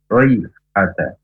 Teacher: Kalau shad itu identik dengan memoncongkan bibir ya, dan seperti suara siul ya. Shayhata. Shay ini juga harus dibaca cepat ya.